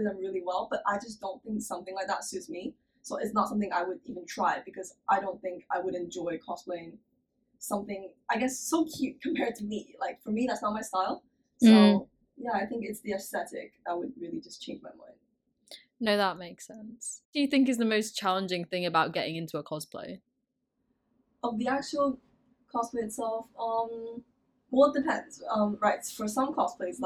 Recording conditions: poor sound quality